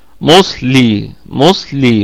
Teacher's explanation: فهذه الصاد ساكنة وما قبلها مضموم فهي في الدرجة الثالثة من درجات التفخيم